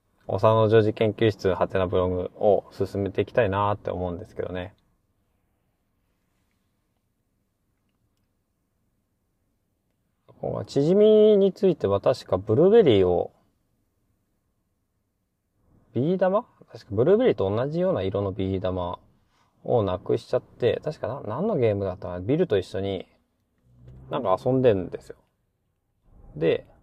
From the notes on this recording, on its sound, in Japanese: 試しに帰りの車の中で収録